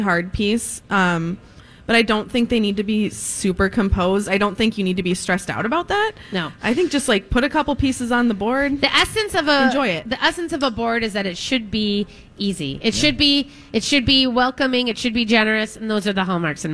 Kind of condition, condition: setting, busy venue